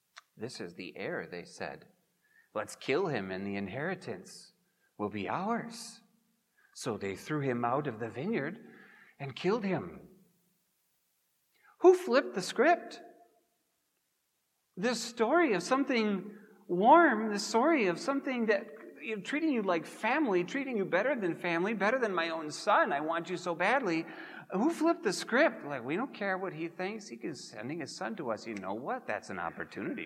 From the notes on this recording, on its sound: Preached at Grace Ev. Lutheran Church.